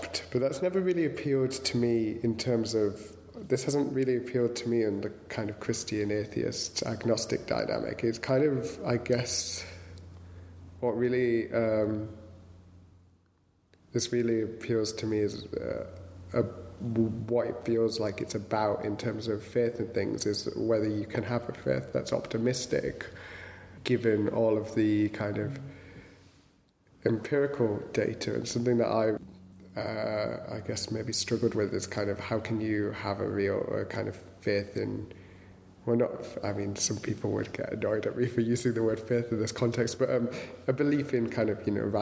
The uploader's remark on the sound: At St Chad’s College Chapel, as part of Durham Book Festival in October 2015. The Poetry Exchange at St Chad’s College Chapel, as part of Durham Book Festival in October 2015. We’re very grateful to Durham Book Festival, New Writing North and St Chad’s College for hosting The Poetry Exchange.